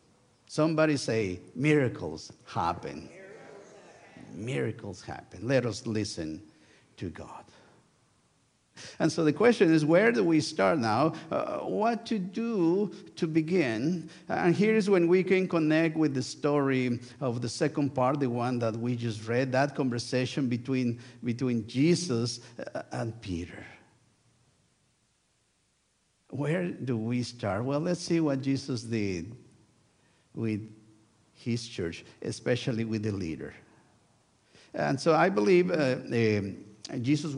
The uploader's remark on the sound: Sunday worship service at First United Methodist Church of Pacoima. Recorded live on July 23, 2023, this service. We are located at 12550 Van Nuys Blvd.